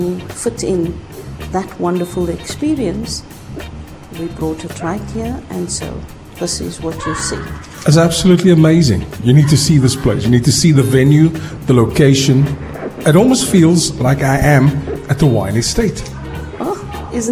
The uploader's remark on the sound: Live From Table Mountain Aerial Cableway. The Big Breakfast Show broadcasts live from the TOP of Table Mountain.